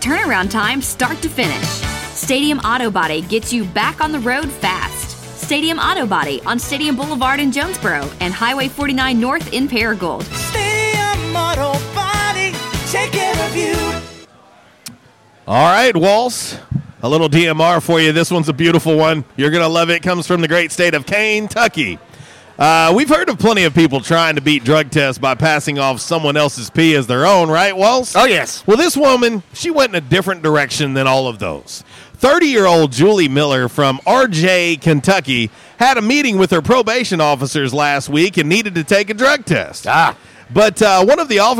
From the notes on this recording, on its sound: LIVE from JTown's Grill!